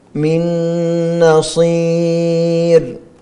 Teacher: نون ساكنة بعدها نون متحركة، إضغام كامل بغنة على الأرجح.